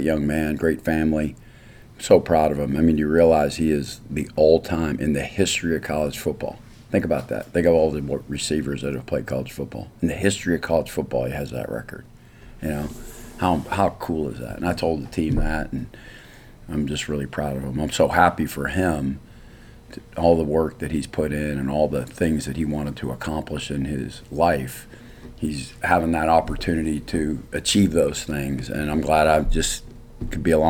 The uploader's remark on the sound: Postgame press conference following Texas State win.